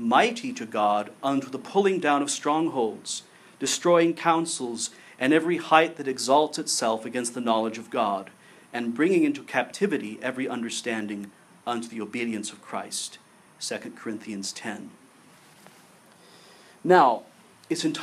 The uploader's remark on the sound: gave this paper at the 2016 Society for Catholic Liturgy Conference in Los Angeles (September 29—October 1)